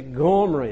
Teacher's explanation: They put a G sound at the beginning of Omri, which sounded perfect to them, but that wasn't the way Omri's name was said.